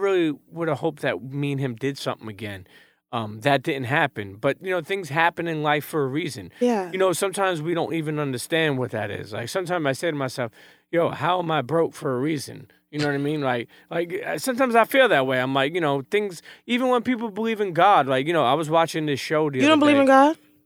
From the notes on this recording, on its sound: sits down at a Miami bus stop for a Phone-A-Friend connection